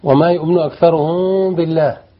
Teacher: الميم عند الباء إخفاء شفوي، منكز على الشفتين، ما يقولش ما يؤمن أكثرهم، لا خلي فيه فراش قريب للشفتين، وتقول طلع الغنى مخشون.